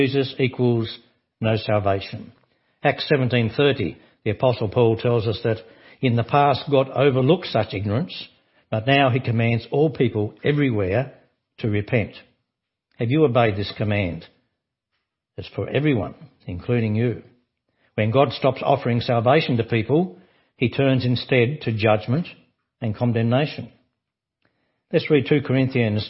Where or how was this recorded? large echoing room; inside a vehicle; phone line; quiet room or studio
large echoing room